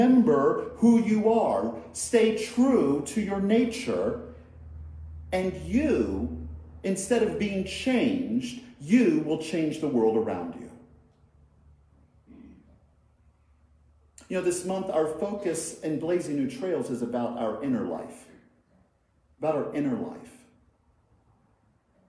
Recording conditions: large echoing room